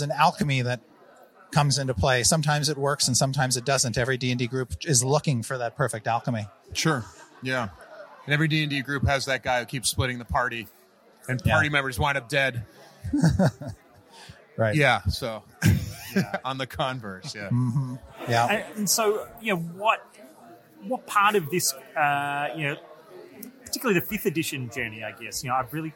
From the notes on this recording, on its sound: Sit down with The Game Table for a conversation at D&amp;D Live 2019. Sit down with The Game Table for a conversation at D&D Live 2019.